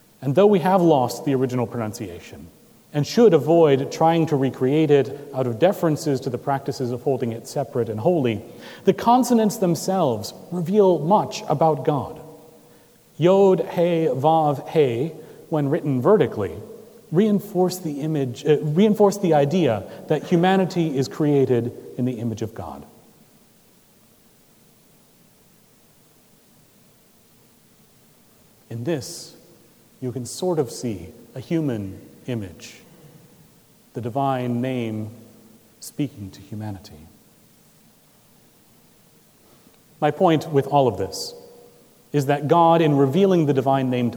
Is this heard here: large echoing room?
yes